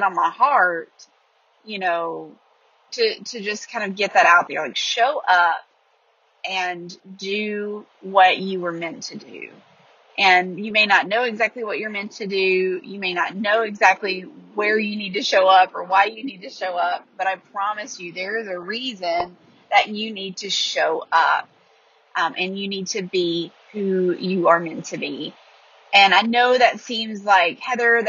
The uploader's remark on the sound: A voice memo that I recorded as I was driving home from Nashville.